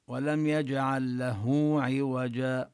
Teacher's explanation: ولم يجعل له عوجا، له بعد الهاء كتبوا واوا صغيرة، هذه الواو كأنهم يريدون صل هذه الهاء بواو، لا نقول ولم يجعل له عوجا، إنما نزيد واوا ولم يجعل له عوجا.